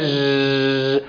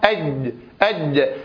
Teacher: هذه الجيم هكذا رخوة الصوت يجري فيها · Shown in: first take